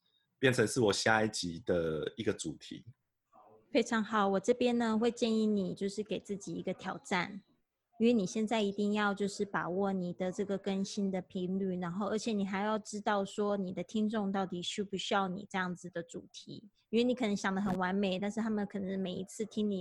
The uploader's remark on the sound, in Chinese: 本節目用Zoom錄製，我現在人在台中跨界共生公寓～。